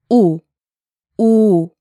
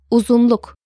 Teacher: U is the back rounded and high vowel.